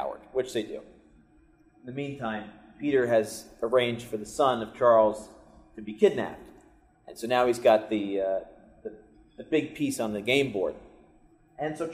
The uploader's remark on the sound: Recorded from a live presentation, join our friends in Cleveland.